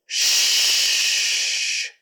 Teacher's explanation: Shh, air goes all the way through, and your voice is off. If you put your hand right here on your neck, you won't feel it vibrate.